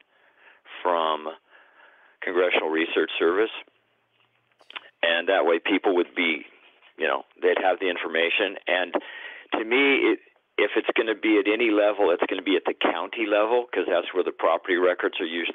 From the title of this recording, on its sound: LIVE Call-In Show